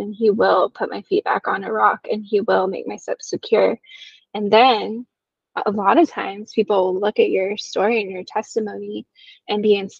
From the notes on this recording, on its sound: I apologize for the audio; it isn’t the best quality